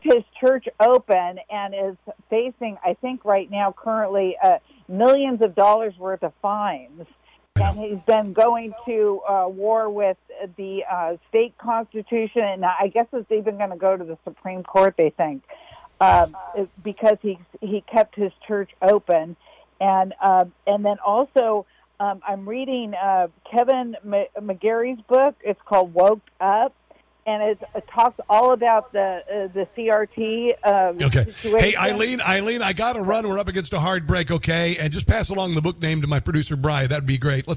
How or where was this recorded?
phone line